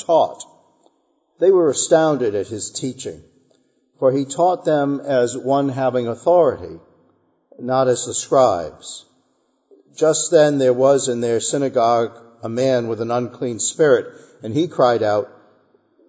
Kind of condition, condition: setting, large echoing room